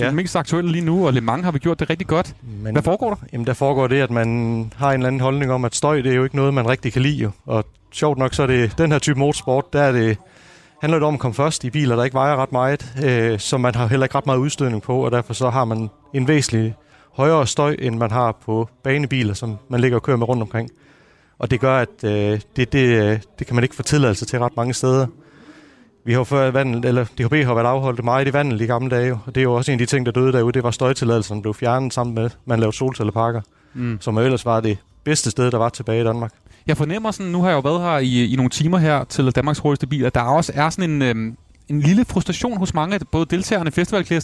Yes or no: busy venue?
yes